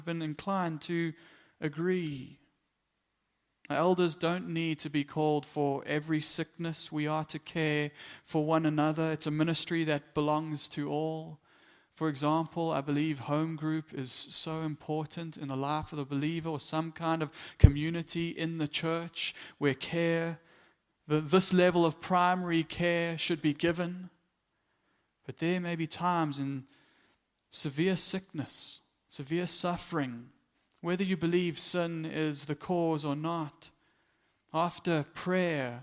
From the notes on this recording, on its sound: Morning Worship Service - 18 September 2022